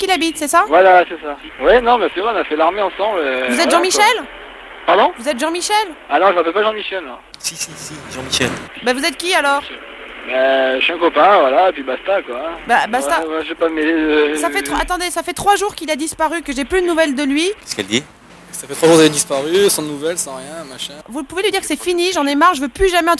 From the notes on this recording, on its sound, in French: Micro Caché Europe 2. Appelle sa femme au téléphone et demande aux passants d’être son alibi.